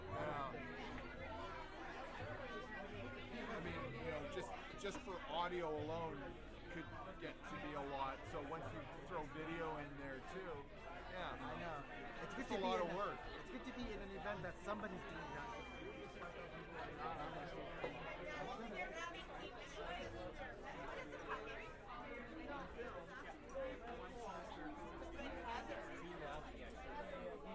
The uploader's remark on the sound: Pretend like you're breaking quarantine at the Imperial Pub. Recorded on/at the friday night mixer before PCTO20. Be forewarned i'm pretty sure I go take a piss somewhere in this recording.